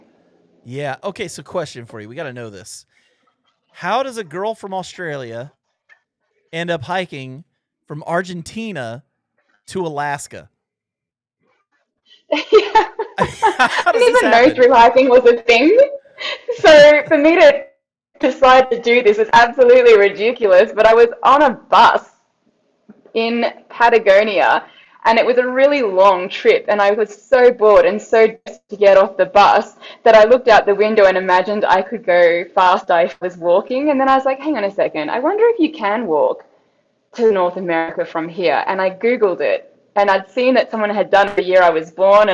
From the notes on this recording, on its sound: There were some technical issues with this episode.